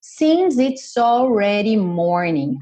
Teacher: esse D foi reduzido para rarara